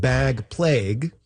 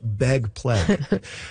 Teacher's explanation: Some speakers, particularly notable in Vancouver and Seattle and maybe a little bit of Portland, ags are turning into eggs · Shown in: second take · and surprisingly, A's are going down. · Term: pre-G merger